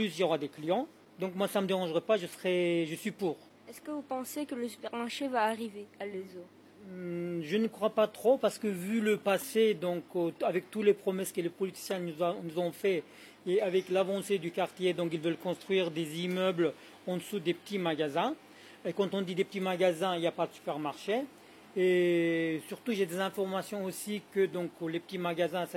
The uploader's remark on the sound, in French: Diffusé en direct sur RBS le 6 Mai 2023 depuis la Rue Watteau à l'Elsau, à l'occasion de l'événement "Capsule Temporelle" de la Compagnie Lu²